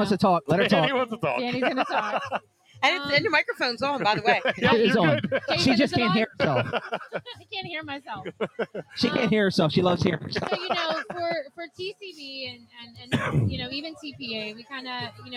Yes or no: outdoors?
yes